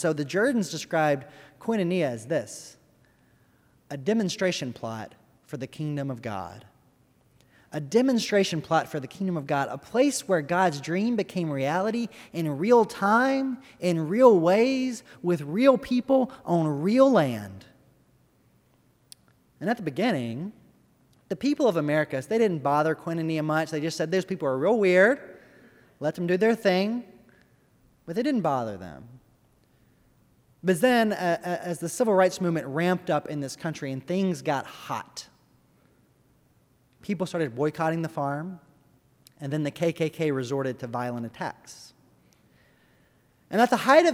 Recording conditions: large echoing room